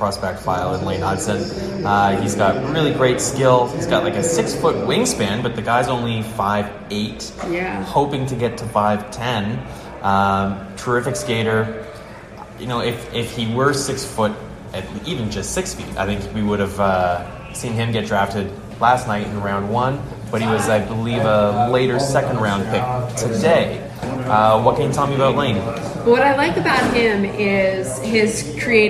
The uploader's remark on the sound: live from the NHL Draft in Montreal